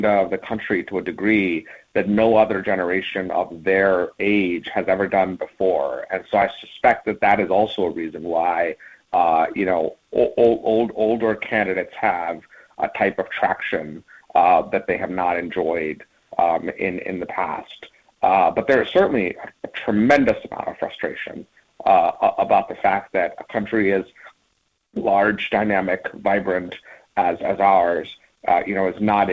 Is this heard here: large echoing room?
no